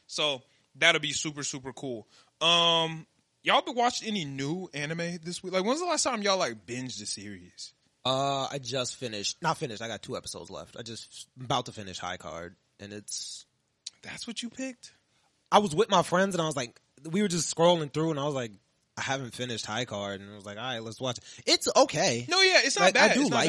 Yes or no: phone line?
no